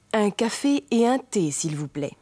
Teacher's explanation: Keine Liaison gibt es nach et und.